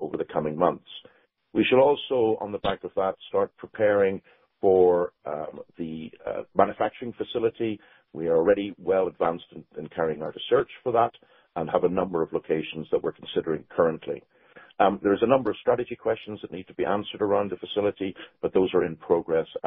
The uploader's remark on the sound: Ideanomics, Inc., Q4 2022 Earnings Call, Mar 30, 2023